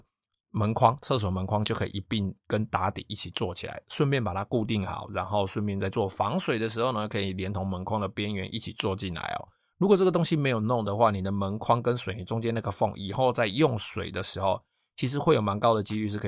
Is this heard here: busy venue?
no